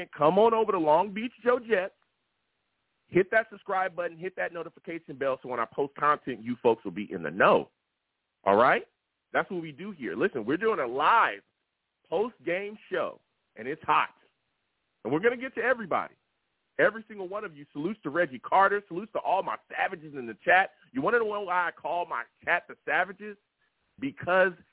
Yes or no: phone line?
yes